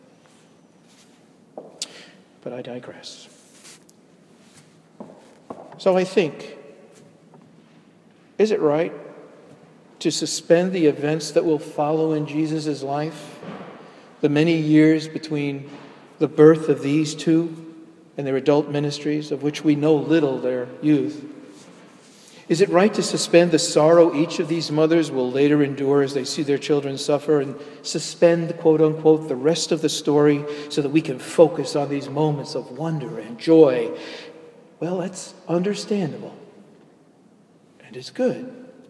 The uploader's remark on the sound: delivered at Jan Hus Presbyterian Church, NYC